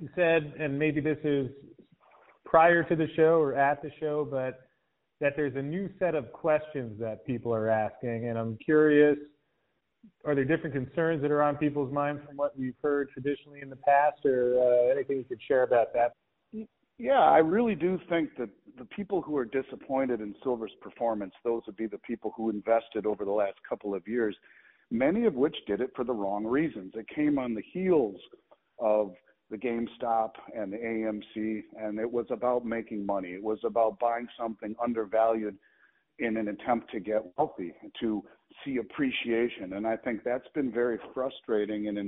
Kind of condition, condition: link, phone line